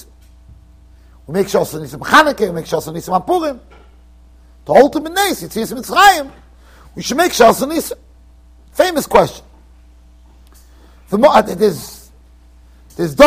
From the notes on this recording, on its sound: Shiur recorded in Yeshivas Ohr Reuven, Monsey NY.